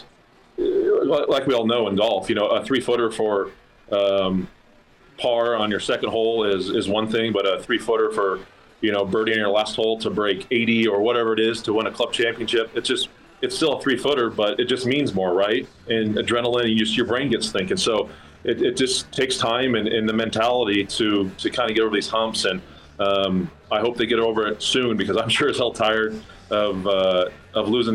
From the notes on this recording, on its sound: They get your thoughts via the phone lines and via the live stream.